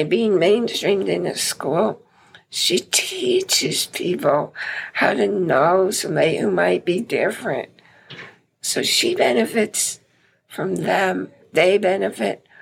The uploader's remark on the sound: The recording was made in her room so you will hear voices in the back ground. You may also notice the absence the usual introductory and closing music and comments.